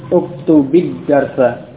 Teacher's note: sukun yang ada di akhir ini diganti dengan kasrah. Asalnya uktub ad-darsa menjadi uktubid darsa.